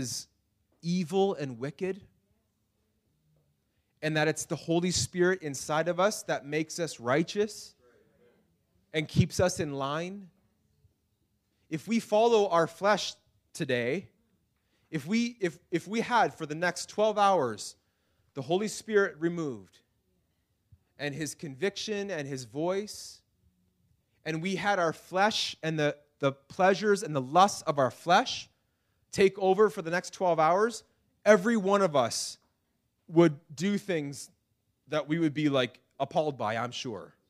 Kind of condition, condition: setting, large echoing room